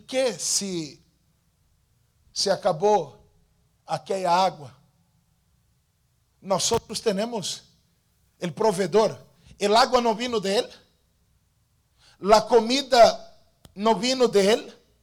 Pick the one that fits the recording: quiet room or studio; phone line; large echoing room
large echoing room